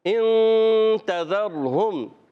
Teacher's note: جائے گا یہاں اخفا اور اخفا کی معنی ہے چھپانا یعنی نون کو چھپا کر ادا کرتے ہیں ناک میں آواز لے جاتے ہیں ایک الف کا غنہ بھی کرتے ہیں